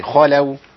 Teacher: خاء مفتوحة تبقى مفخمة تفخيم عالي